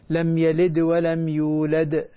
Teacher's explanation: الدال الساكنة إذا لاحظت في السورة كاملة فيها قلقلة